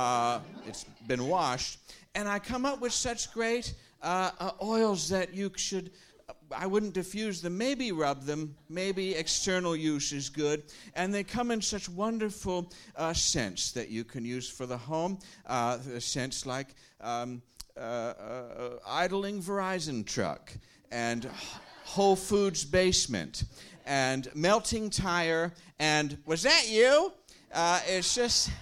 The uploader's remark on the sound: Recorded live at the Slipper Room in New York City.